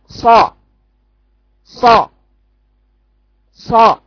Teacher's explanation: خلي لسانك مستعلى من الخلف وقولي صا. طرف لسانك هناك عند الثنايا السفلى، ابعديه شوية عشان يجري الصوت. · Term: حرف الصاد